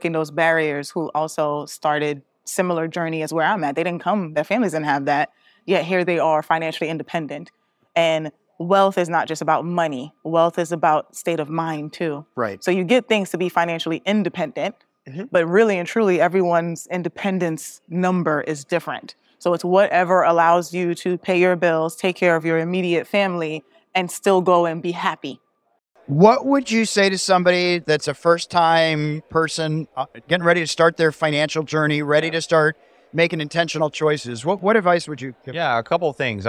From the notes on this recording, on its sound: Recorded at FinCon 2023 in New Orleans, I roamed the halls of the nation's biggest personal finance conference, getting up close and personal with attendees and speakers.